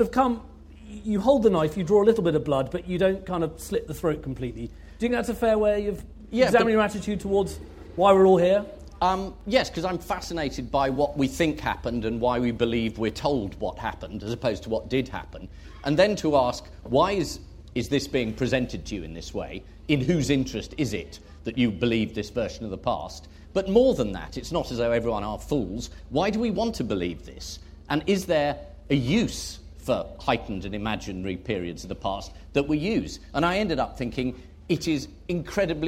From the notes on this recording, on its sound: Recorded at Chalke Valley History Festival 2016.